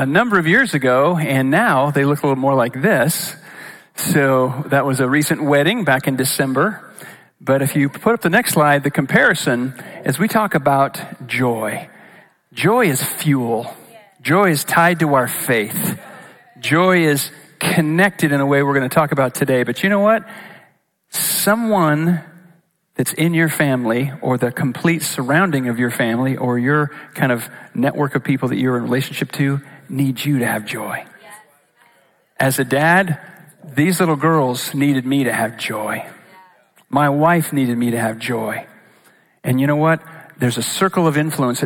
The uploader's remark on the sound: Recorded live at Capital Church in Meridian, Idaho